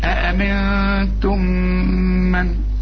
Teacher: أأمنتم، شوف الهمزات، اتنين همزة جنب بعضهم، شوف والنون، بقول لحضرتك ما تضربش لسانك في حلق بقى. أأمنتم، ودي ميم وبعدها ميم إدغام، اوعى تنسى الغنة